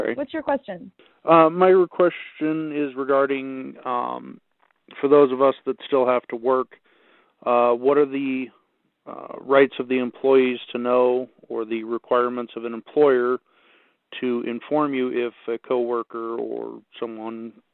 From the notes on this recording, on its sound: This track is the audio of the COVID-19 telephone town hall Rep. Listeners submitted their questions to be answered live.